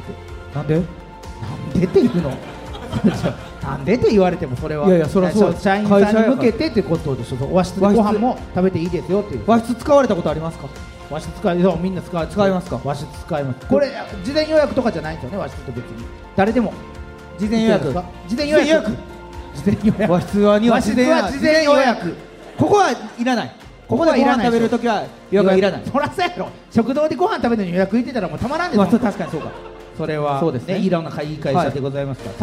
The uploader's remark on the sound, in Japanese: 京セラ本社に来ちゃいましたスペシャル』京セラで出張公開収録やりました！